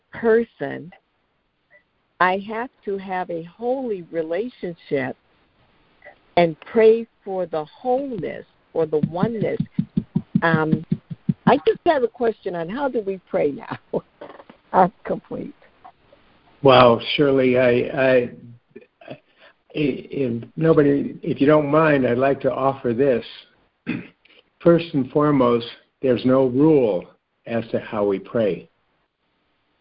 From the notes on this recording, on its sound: CONF CALL. A Course in Miracles [ACIM] Students are joining together on a Free Conference Call.